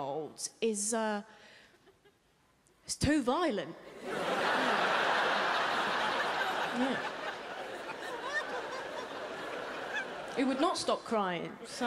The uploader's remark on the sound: 2019 Melbourne Comedy Festival Opening Night Comedy Allstars Supershow. At The Palais Theatre.